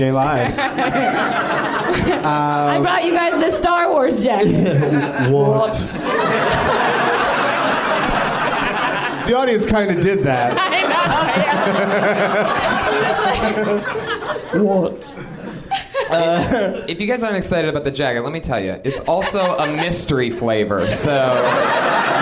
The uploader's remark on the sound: Live from The NerdMelt Showroom in LA